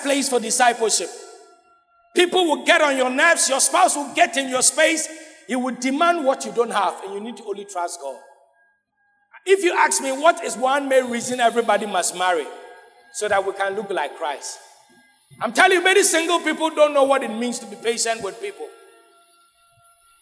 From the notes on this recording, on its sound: Sermon preached at CBC Shiashie Campus